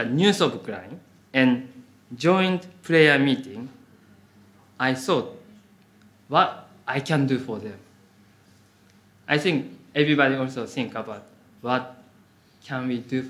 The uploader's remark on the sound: Audio from a sermon in Hatch End